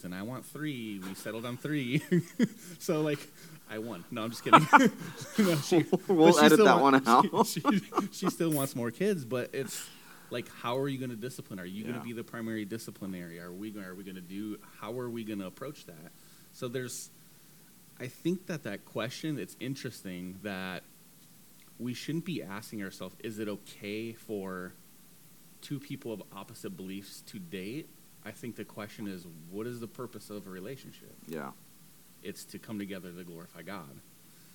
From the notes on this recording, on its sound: Audio a little low, working on that for the next episode.